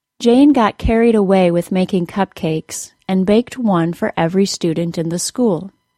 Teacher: the words carried and away were both stressed. It was easy to do so because we had the unstressed syllable of the word carry before the stressed syllable of the word away.